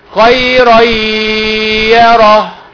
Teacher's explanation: بدل رن تبقى ري، رن ري، دخل النون في الياء